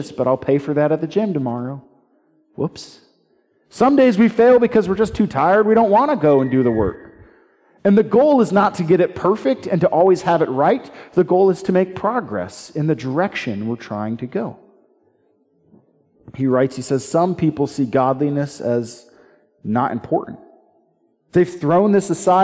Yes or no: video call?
no